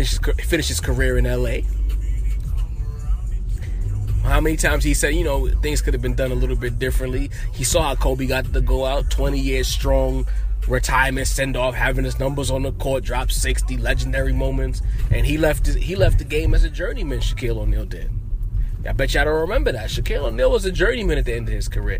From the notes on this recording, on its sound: Car Sessions in New York City. While driving through the streets of New York City.